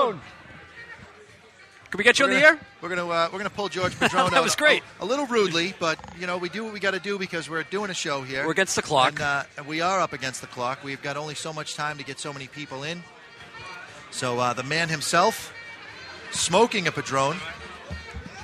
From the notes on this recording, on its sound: We're live on the scene for Two Guys Smoke Shop 27th Anniversary Party!